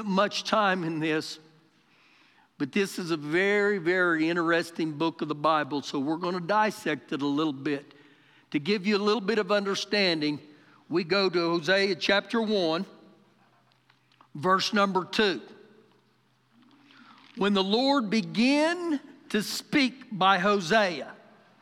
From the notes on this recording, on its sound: Recorded live during our Sunday morning service